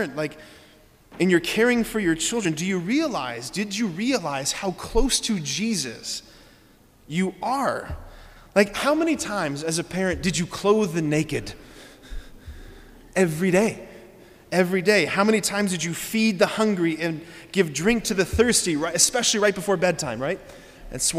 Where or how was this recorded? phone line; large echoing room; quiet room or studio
large echoing room